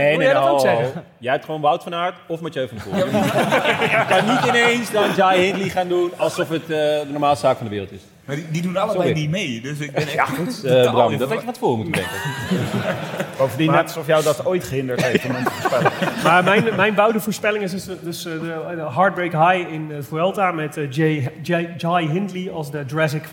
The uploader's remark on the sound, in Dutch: opname van de Vuelta 2022 Live Extravaganza